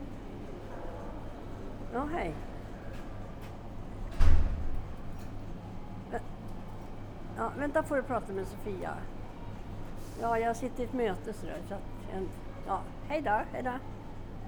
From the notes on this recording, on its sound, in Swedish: Det är en bullrig miljö vi är i så ljudet varierer lite!